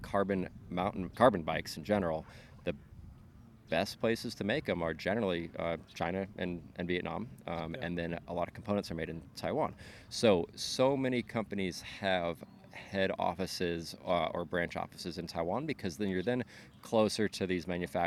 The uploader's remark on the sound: Today we’re taking the OOC outside at Seaotter for our sitdown